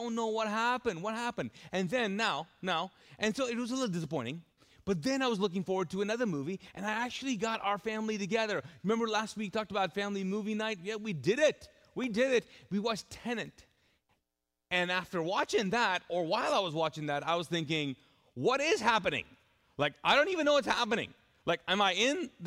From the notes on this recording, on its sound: This message was recorded live from the Mosaic Church "Hope Center" in Charlotte North Carolina.